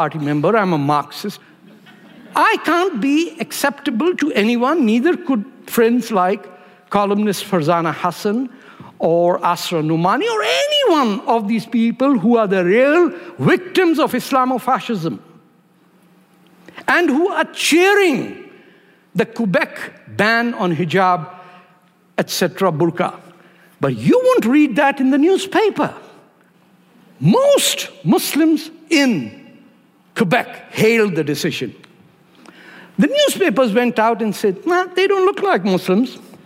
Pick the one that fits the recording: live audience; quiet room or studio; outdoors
live audience